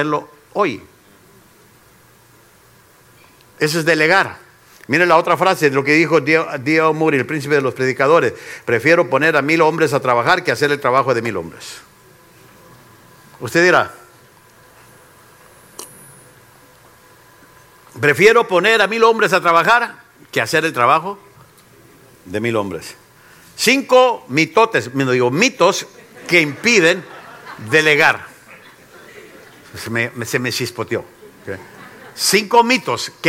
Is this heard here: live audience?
yes